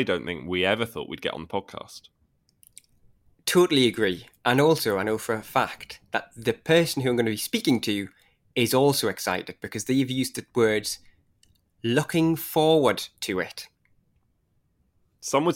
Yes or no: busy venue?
no